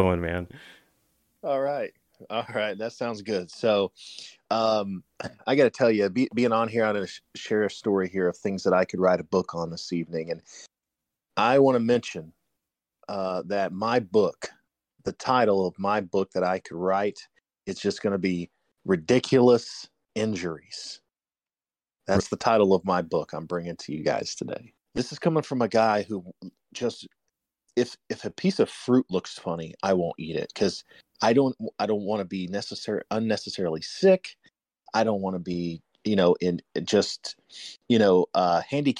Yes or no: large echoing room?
no